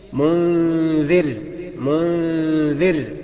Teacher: مرققة غنة بمقدار حركتين اتنين